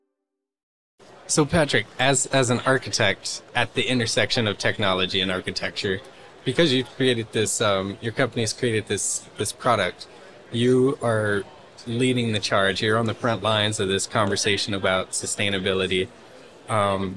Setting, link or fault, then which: setting, busy venue